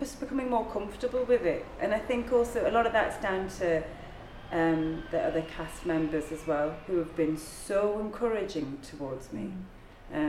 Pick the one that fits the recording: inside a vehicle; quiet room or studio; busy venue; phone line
busy venue